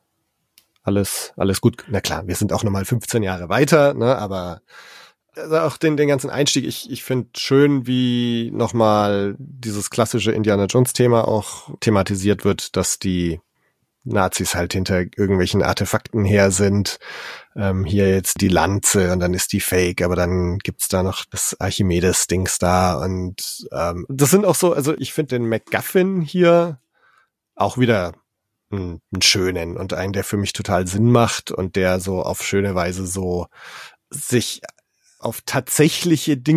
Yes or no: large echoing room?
no